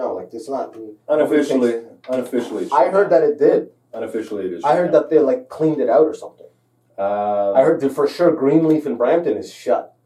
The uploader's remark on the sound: Sorry for the crap audio on this one, we had a little tech issue.